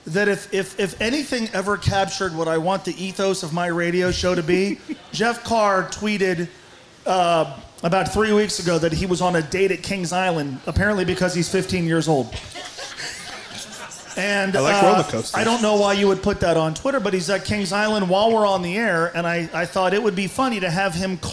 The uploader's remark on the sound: LIVE from Fretboard Brewery